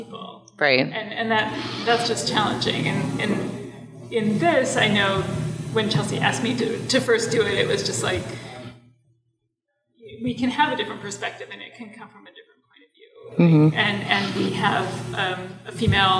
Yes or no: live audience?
yes